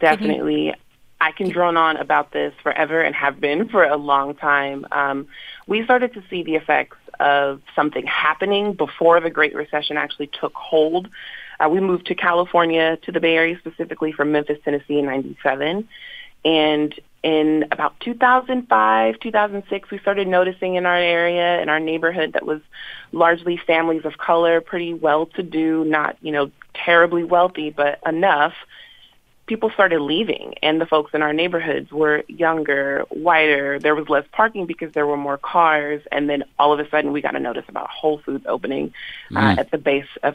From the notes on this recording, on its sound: Listeners call in.